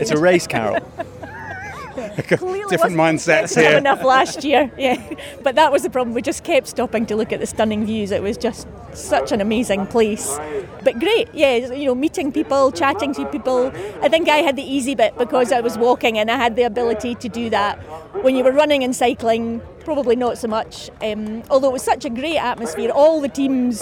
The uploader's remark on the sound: Ringside at Fife Show